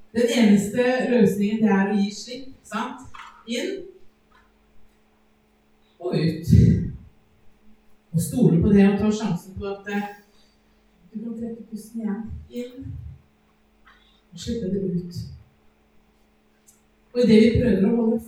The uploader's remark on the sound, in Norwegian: Beklager, dårlig lydkvalitet.